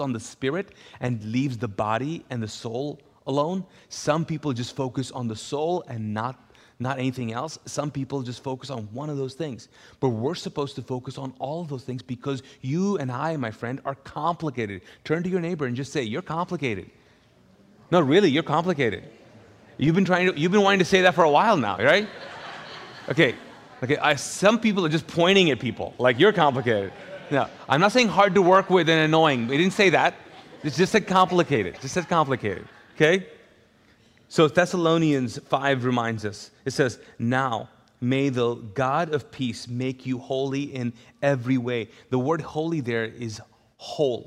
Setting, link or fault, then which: setting, large echoing room